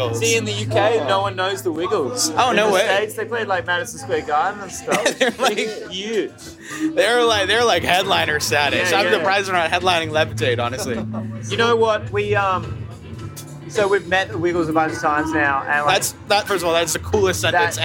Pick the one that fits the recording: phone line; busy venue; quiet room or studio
busy venue